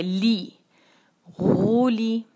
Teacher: अगला लेटर है लाम. लाम पे है कसरा. इसको हम एक हरका और बारीक पढ़ेंगे